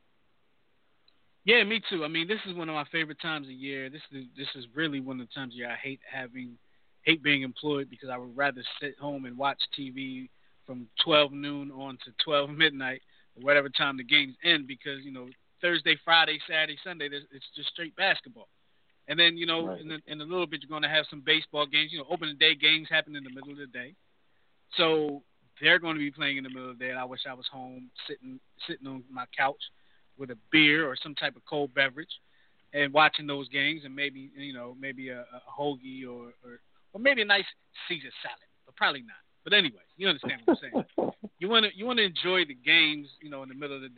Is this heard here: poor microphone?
no